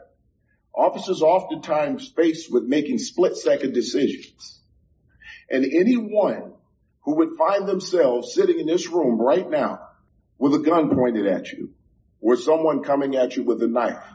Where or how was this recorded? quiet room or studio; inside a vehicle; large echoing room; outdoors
large echoing room